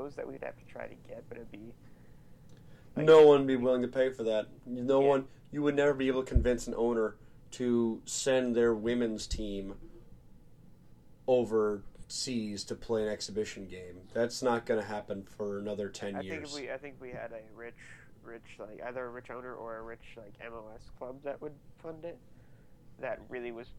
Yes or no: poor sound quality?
yes